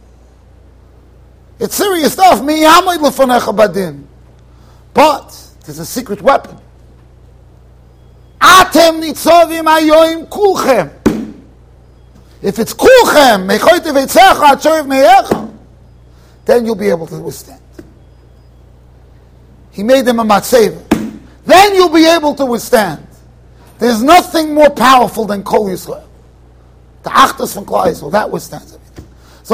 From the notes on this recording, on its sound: Shiur recorded in Yeshivas Ohr Reuven, Monsey NY